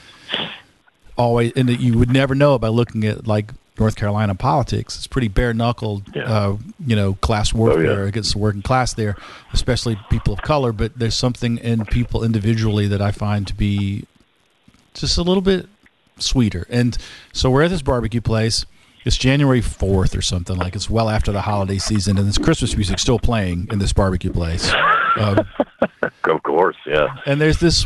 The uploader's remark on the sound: I interviewed him via phone from his home.